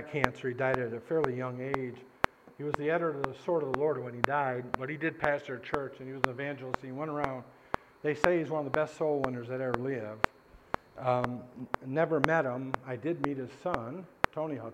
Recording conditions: large echoing room